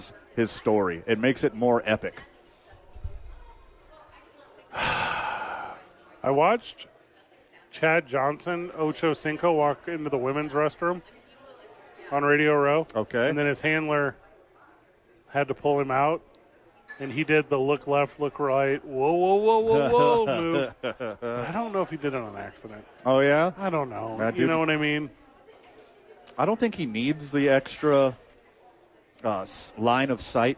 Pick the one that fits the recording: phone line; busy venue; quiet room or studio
busy venue